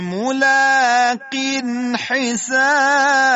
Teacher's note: اینی نون مشدد دو حرکت غنه داره